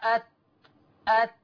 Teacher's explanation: هو ده مخرج التاء، ظهر طرف اللسان مع أصول الثنايا العليا